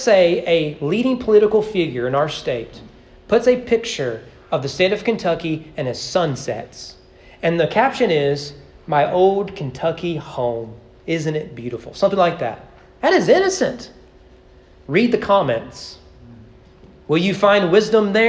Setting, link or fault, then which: setting, large echoing room